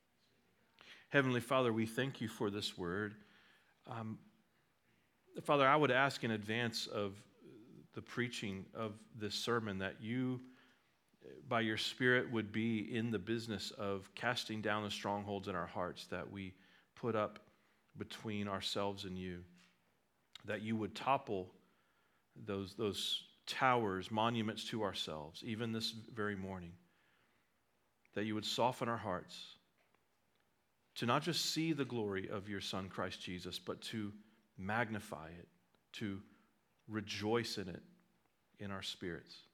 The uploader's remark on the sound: at Liberty Baptist Church in Liberty, Missouri